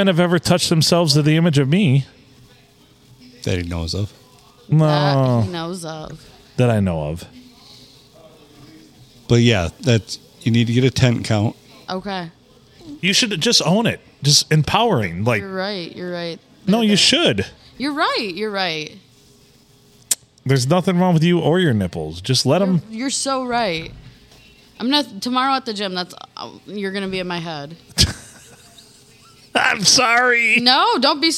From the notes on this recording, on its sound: We record on a Monday night at the Blue in lovely Port Sanilac.